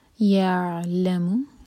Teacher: لام پر زور، سکون کے بعد جو لیٹر ہے اس پر زور دیا جاتا ہے